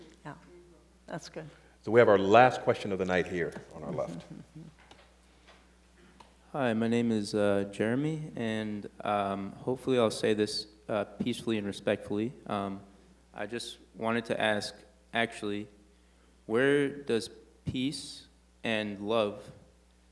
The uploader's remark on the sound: On February 12 at Seattle University’s Pigott Auditorium, as part of Town Hall Seattle’s Civics series.